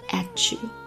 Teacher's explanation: at 跟 you 其实可以同化成 ch atyou，在歌曲当中唱出来并没有同化。